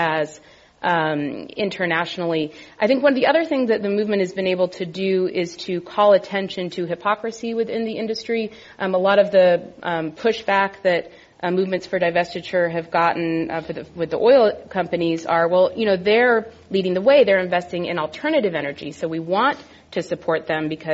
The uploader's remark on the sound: This program was recorded in front of a live audience at The Commonwealth Club of California on May 3, 2013